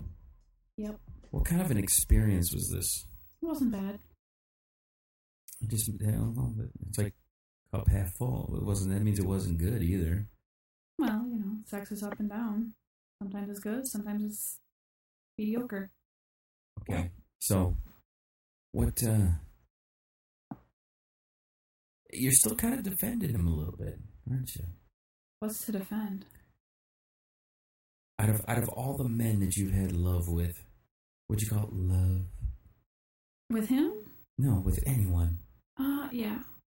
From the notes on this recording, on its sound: This is a shitty echo chamber edition.